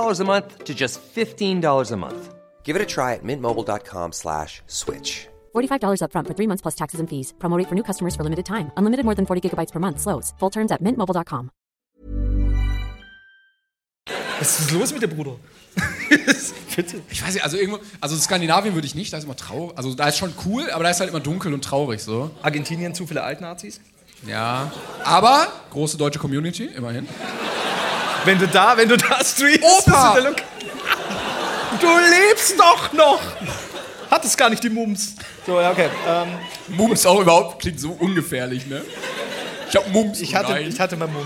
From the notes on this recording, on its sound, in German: Der erste Stop der großen Brainpain-Tour! Live aus Berlin vor rappelvollem Saal.